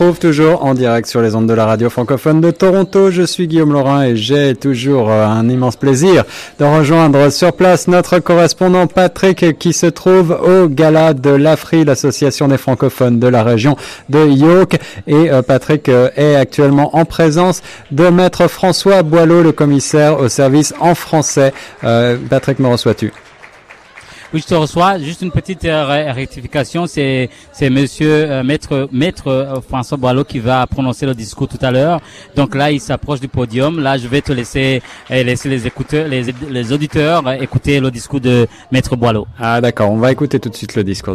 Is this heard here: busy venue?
yes